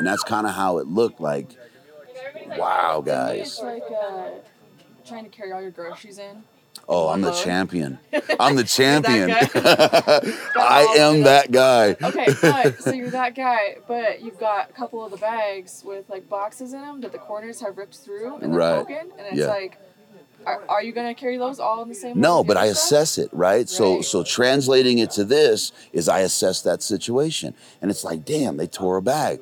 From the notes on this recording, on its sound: Live from the second annual Western Hunt Fest. After two days of elk-calling competition, seminars, 3D courses, and The PackOut challenge.